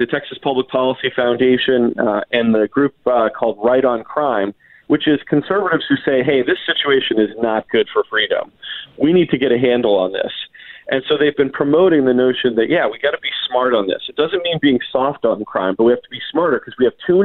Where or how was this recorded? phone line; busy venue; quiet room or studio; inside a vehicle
phone line